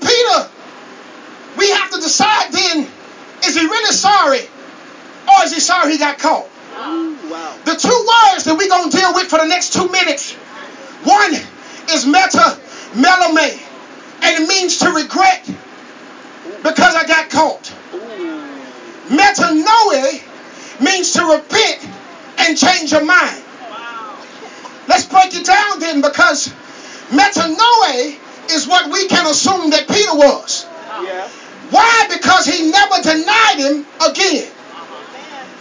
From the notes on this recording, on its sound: at Countyline Baptist Church in Ruston, LA